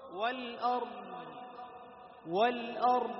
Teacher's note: شوف، والأرض، والأرض الضاد أطول، والأرض الراء توسط والضاد رخاوة، أي زمن الضاد أطول من زمن ماذا؟ الراء